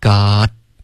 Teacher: got 舌尖顶上去导致这个干脆的停顿